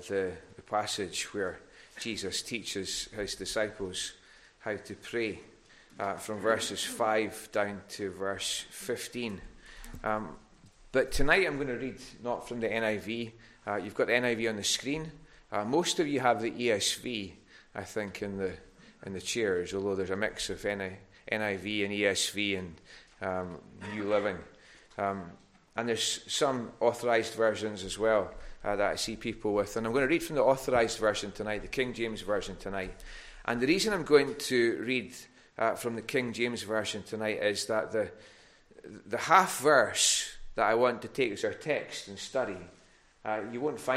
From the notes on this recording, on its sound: recorded at North Harris Free Church on Sunday evening 24th October 2021.